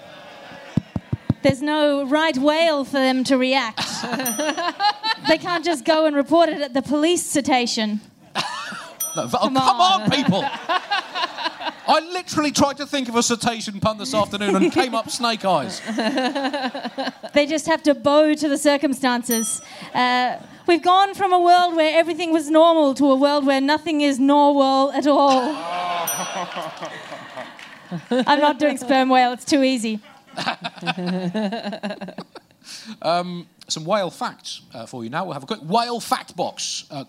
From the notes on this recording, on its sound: Recorded live at Underbelly Festival in London